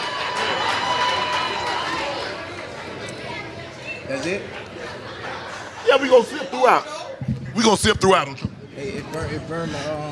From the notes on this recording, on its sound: LIVE from Resorts World Las Vegas